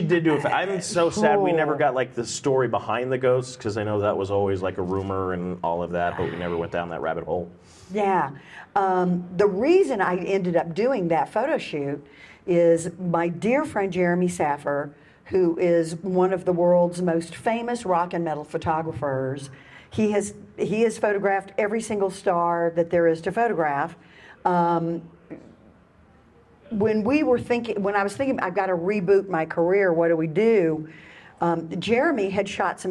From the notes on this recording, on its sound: panel from the Colorado Festival of Horror